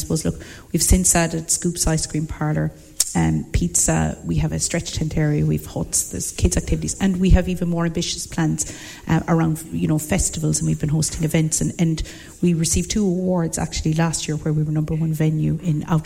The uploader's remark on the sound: Broadcasting live from Fitzgeralds Woodlands House Hotel & Spa in Adare